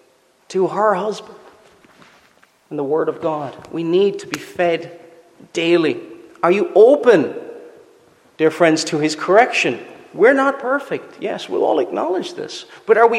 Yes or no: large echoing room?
yes